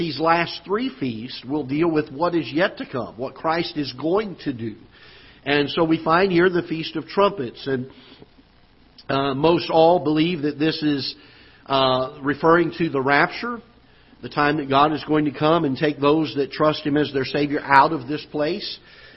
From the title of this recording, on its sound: Ketha Heights Baptist Church ~ Live Broadcast